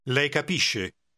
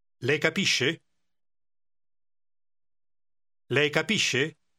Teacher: Any statement can be made into a question in Italian simply by changing the intonation and allowing your voice to rise at the end. · Shown in: second take